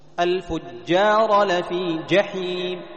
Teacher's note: فإذا حافظت على بقية الصفات خرجت الجيم صحيحة من مخرجها من وسط اللسان مع الشدة والجهر · Term: الجيم الصحيحة